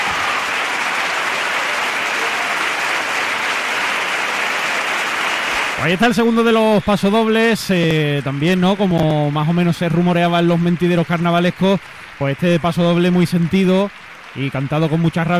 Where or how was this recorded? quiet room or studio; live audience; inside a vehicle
live audience